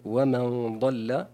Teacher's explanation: بتفخيم الغنة في قول الله عز وجل ومن ضل، لأن الضاد من حروف التفخيم والغنة تتبع ما بعدها تفخيما وترقيقا